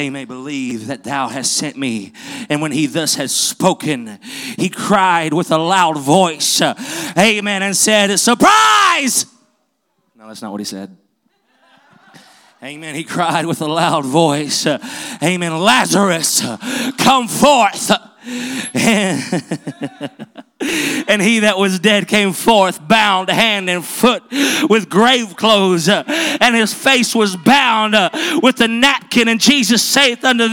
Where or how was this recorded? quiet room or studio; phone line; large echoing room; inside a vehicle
large echoing room